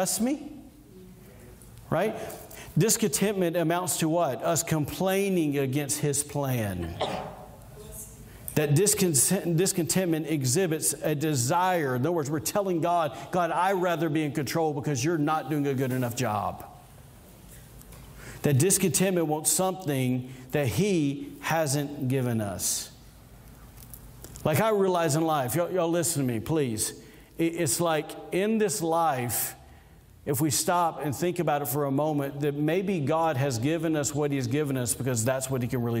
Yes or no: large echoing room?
yes